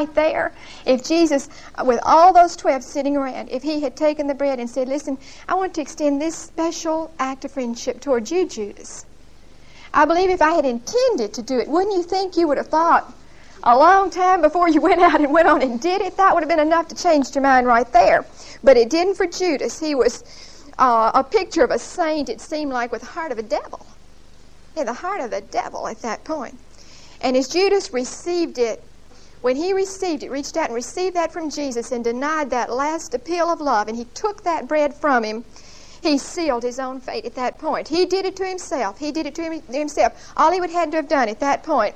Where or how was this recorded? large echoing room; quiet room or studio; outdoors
large echoing room